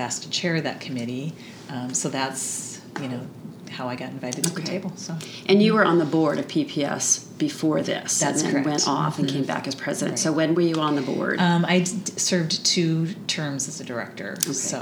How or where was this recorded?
busy venue